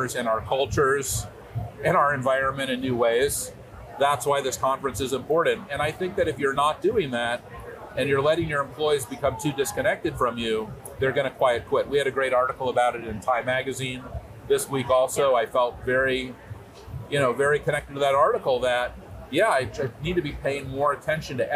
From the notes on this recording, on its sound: A special episode at Dreamforce, the software and cloud giant's annual technology conference in San Francisco. This year's Dreamforce attracted 40,000 attendees.